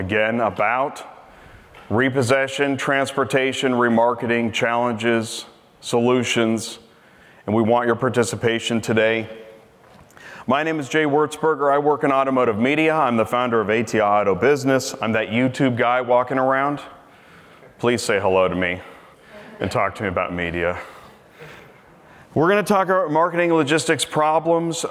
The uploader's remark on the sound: We continue our series on the Auto Remarketing Podcast highlighting some of the panels and presentations from Used Car Week 2023. This episode features a dealer panel.